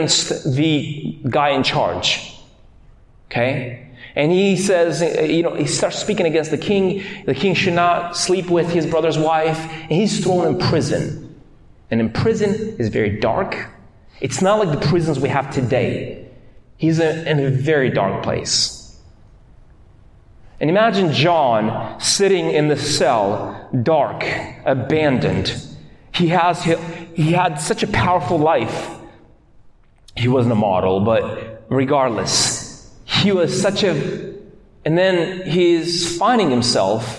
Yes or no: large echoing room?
yes